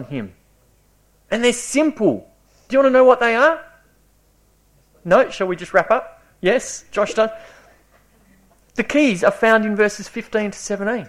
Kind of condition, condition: setting, large echoing room